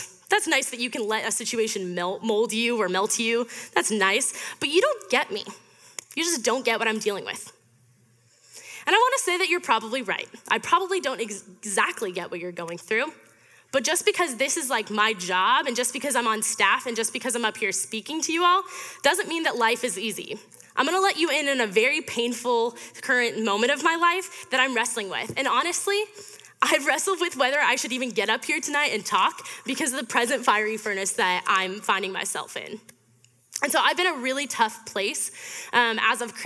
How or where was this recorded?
live audience